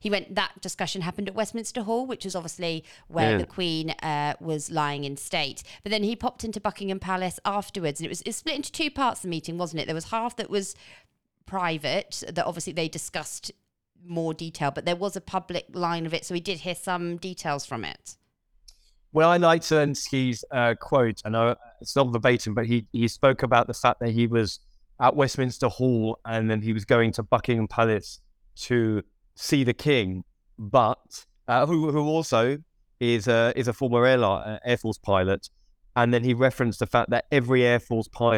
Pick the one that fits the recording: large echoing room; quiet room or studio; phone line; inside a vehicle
quiet room or studio